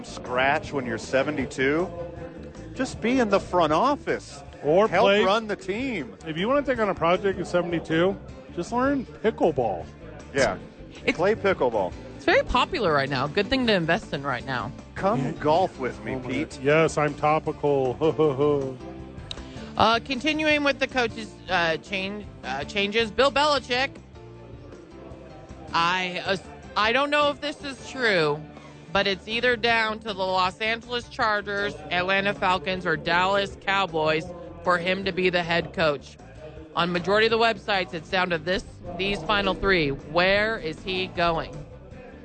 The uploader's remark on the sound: live at Rio Rancho Event Center!